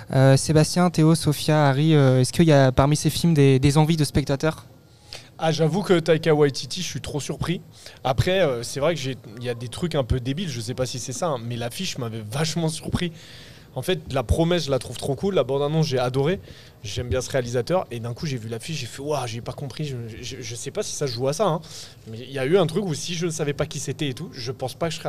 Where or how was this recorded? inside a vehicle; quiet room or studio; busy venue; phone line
busy venue